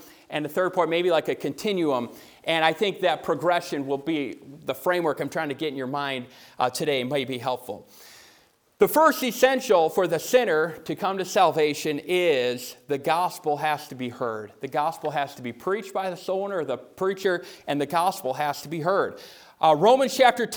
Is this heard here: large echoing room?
yes